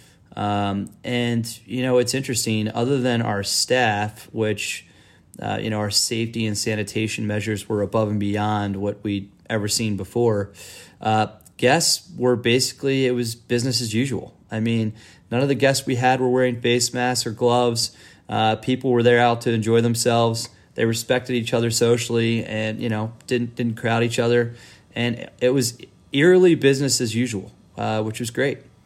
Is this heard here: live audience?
no